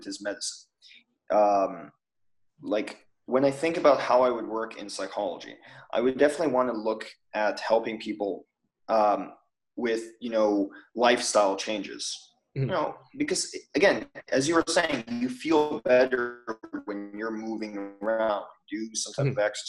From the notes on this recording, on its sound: The internet connection was less than ideal during this recording